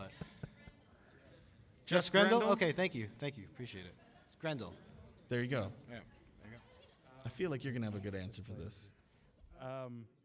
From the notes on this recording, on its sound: This episode was recorded on November 15th at The Arts at The Armory in Somerville, MA during the 5th stop of the Fossio et Satio tour.